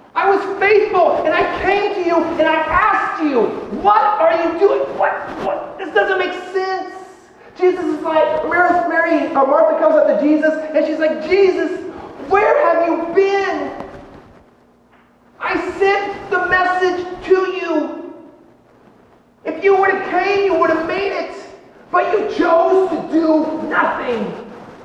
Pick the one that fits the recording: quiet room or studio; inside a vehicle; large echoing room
large echoing room